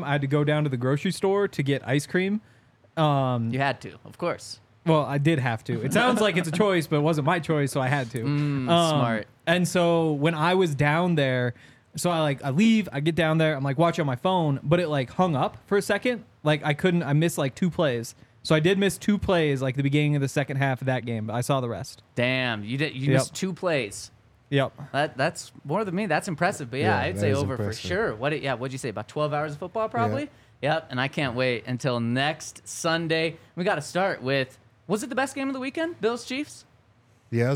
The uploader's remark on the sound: coming to you LIVE from the DNVR Bar